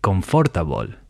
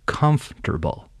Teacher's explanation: Most Spanish speakers will read that word and say confortable, when in reality it's pronounced comfortable. So it's actually three syllables, not four, and the emphasis or stress should be on the first syllable · Shown in: second take · Term: syllable stress